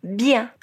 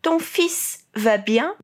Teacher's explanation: a gente faz a boca de I e fala un